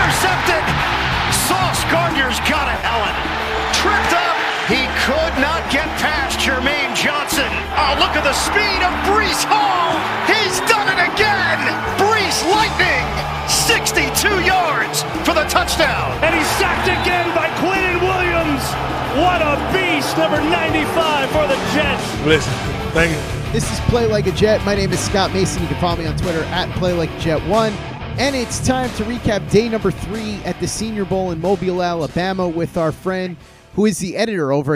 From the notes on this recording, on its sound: Live From The Senior Bowl Day #3. Senior Bowl week in Mobile, Alabama!